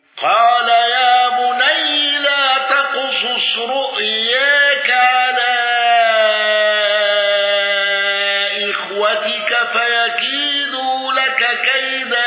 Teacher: حمزة بالسكت على المد المنفصل